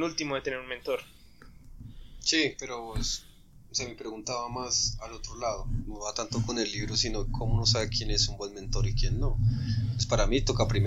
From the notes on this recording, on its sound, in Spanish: Problemas con el audio, disculpen las molestias.